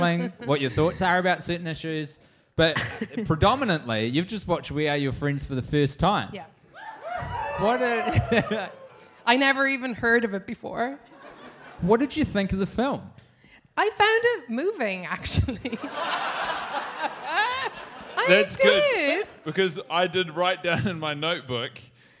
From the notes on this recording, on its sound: NYC Live.